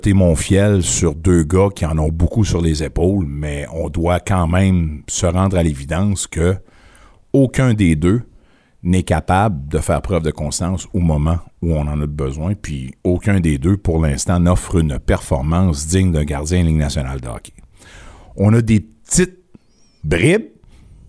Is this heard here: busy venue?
no